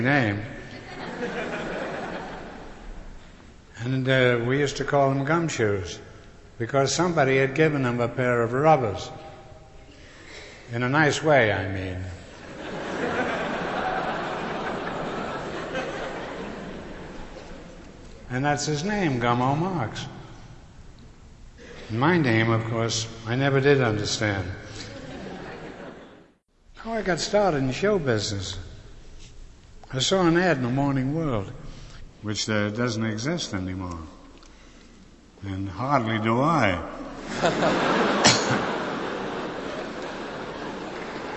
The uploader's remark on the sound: This a recording from 1972 at New York City's Carnegie Hall of the last one-man show.